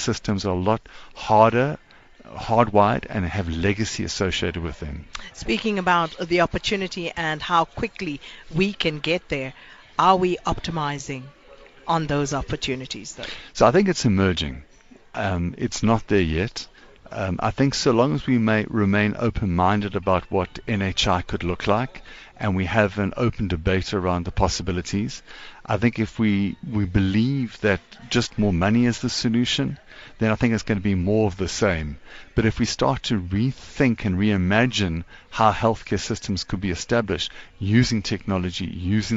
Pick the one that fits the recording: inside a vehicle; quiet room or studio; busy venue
busy venue